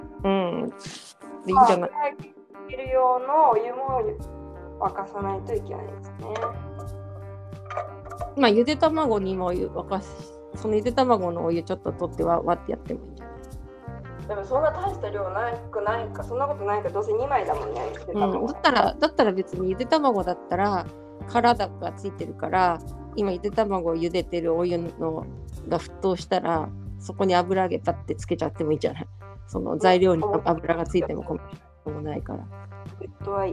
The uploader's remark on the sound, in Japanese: おでんを作りながら収録しました。